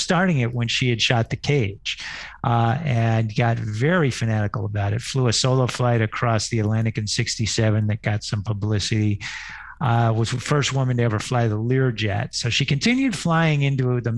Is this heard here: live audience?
no